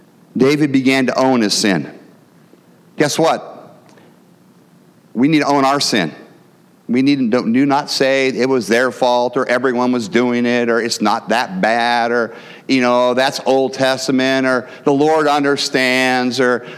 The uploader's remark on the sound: the gospel preached at our church on Sunday